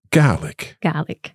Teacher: There's an accent on the A in Gaelic. So we want to kind of draw out that vowel a little bit.